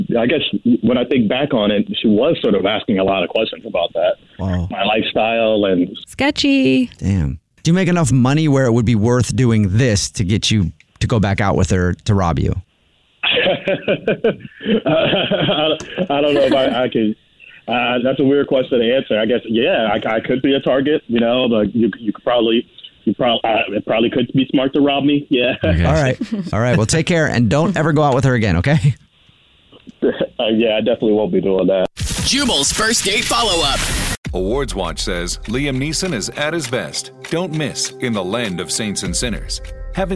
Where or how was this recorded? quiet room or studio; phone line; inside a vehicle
phone line